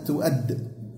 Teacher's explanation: تربو أول حرف لأن الدال تخرج من إيه؟ من نفس مخرج التاء صح؟ ظهر طرف اللسان مع ما يليه من الثنايا العليا · Term: تجانس